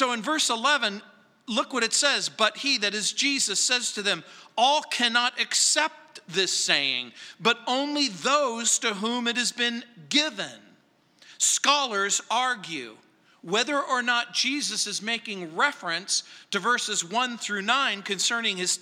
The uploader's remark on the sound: at Calvary South Denver in Littleton CO